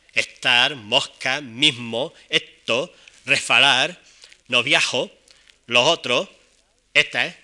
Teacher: Como fenómeno revolucionario de graves consecuencias para el sistema fonológico, destaca la aspiración o pérdida de la S final con su repercusión en las consonantes y vocales inmediatas